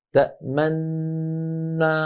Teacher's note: طالما أن النون ممطوطة الغنة ممطوطة الشفتان مضمومتان